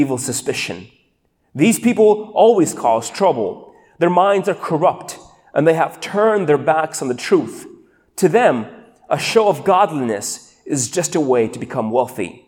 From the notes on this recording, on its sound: These sermons are recorded live in churches all around the U.S but primarily at City Hill Church in Bellevue WA.